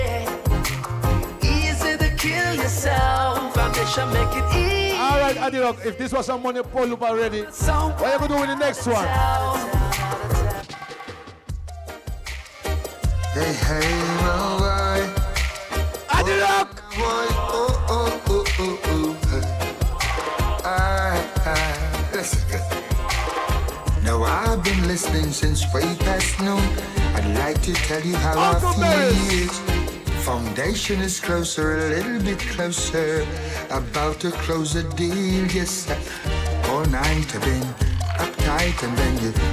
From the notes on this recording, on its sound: this is the Audio of the Dance